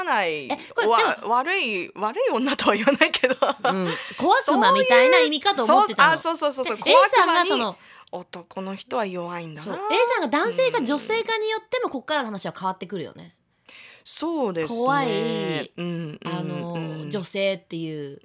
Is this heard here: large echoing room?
no